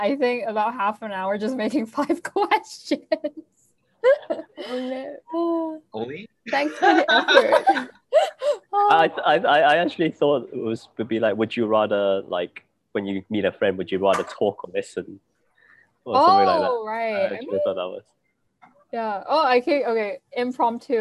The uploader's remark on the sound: we take this week's episode onto Zoom